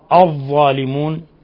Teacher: ولا يخفى تفخيم الظاء الظالمون، ولا يخفى الوقف على النون بالسكون والإتيان بثلاثة العارض، إثبات ثلاثة العارض لجميع القراء.